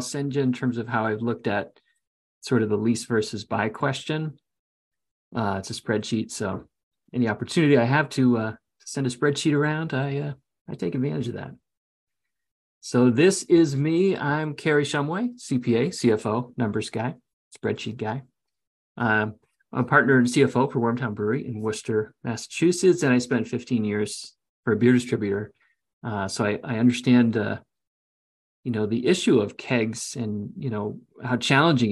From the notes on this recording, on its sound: You'll hear the audio version of our webinar with ….